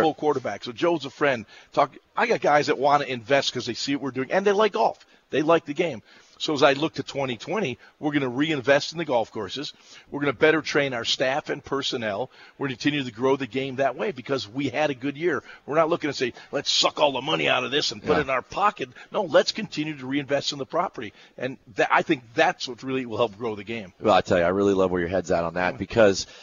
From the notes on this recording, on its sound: broadcasts live from the PGA Merchandise Show in Orlando, FL.